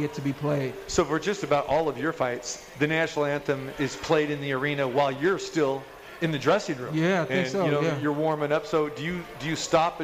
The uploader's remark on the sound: Live From The Cosmopolitan